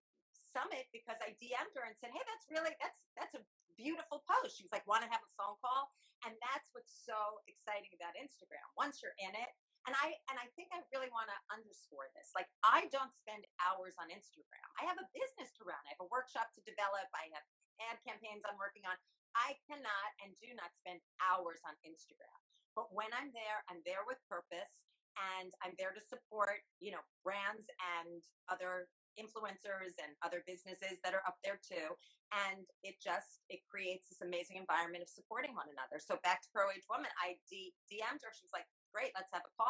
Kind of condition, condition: fault, poor sound quality